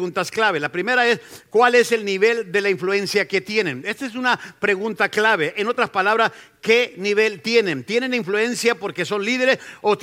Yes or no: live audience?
yes